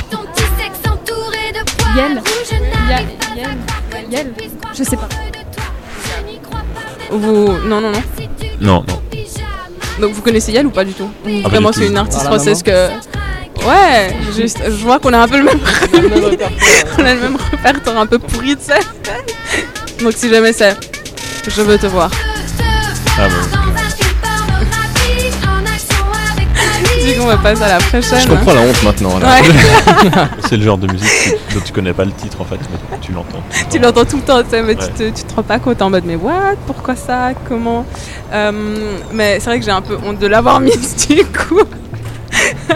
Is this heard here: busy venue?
yes